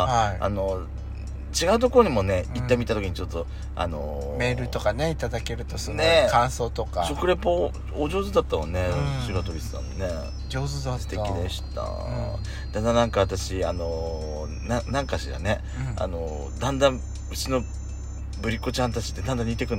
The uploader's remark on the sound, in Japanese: ドライブ収録 #ロードノイズごめんね